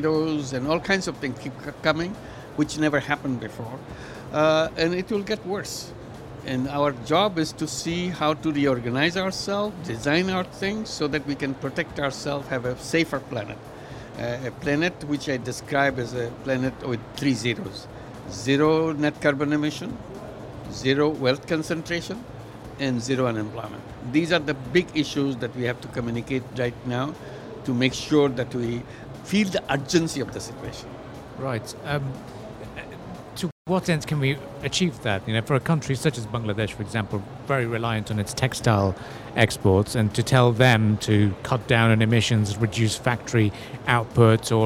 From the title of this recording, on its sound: Live from IGCF 2022